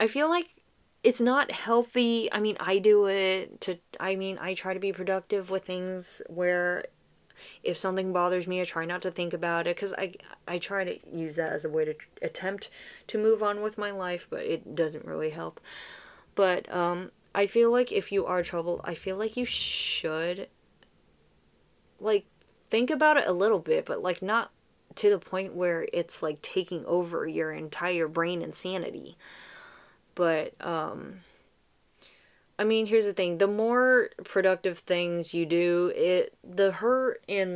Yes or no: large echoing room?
no